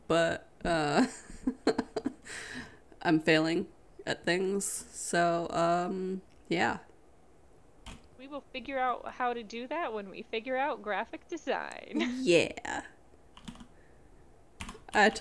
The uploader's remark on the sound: Pardon the background noises